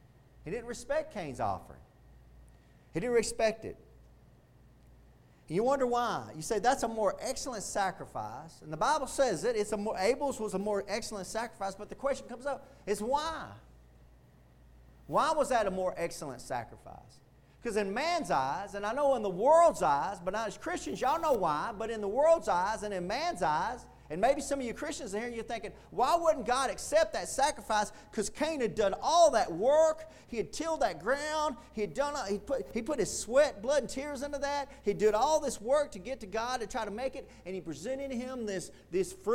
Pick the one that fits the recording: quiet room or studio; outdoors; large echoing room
large echoing room